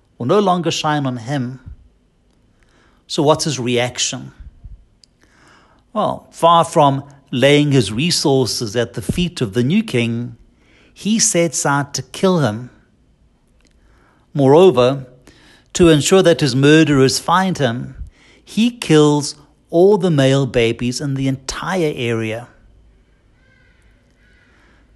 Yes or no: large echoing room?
yes